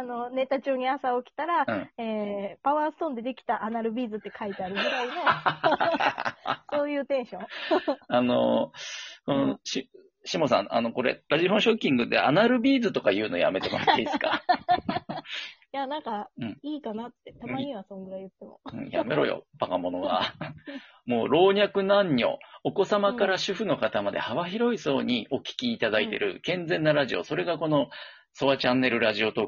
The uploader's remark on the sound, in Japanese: Radiotalkアプリの「リモート収録機能」を使って、ラジオトーカーさんをお友だち繋がりの数珠繋ぎ方式でゲストにお呼びしていきます！2人組。笑い声あり。